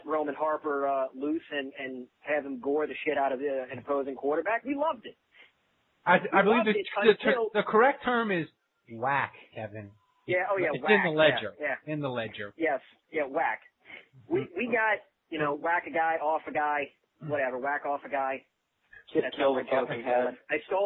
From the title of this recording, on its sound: Chronic Podcast: Suprise call